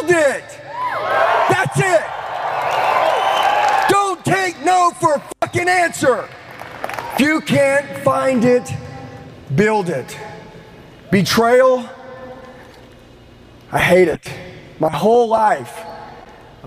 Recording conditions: live audience